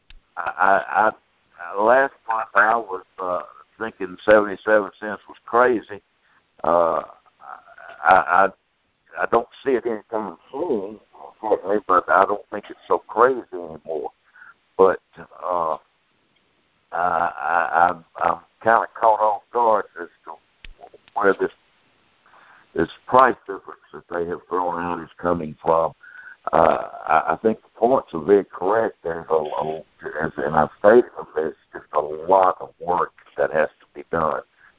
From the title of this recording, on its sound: Monthly Conference Call